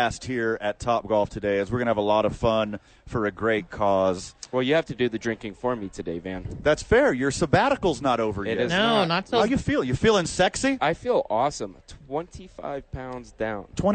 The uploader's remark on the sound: live from Top Golf for the YMCA Charity event